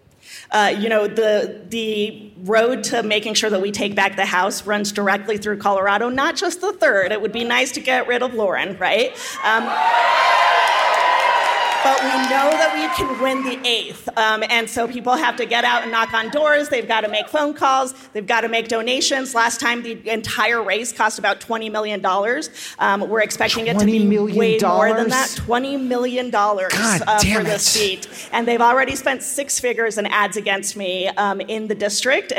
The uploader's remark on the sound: Live from Boulder!